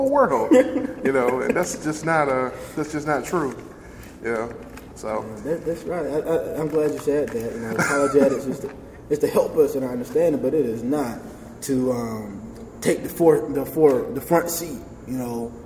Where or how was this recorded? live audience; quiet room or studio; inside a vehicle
live audience